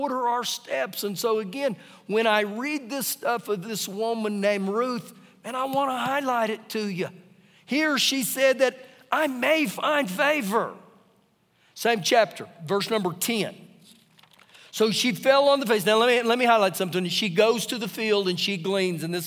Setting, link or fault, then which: setting, live audience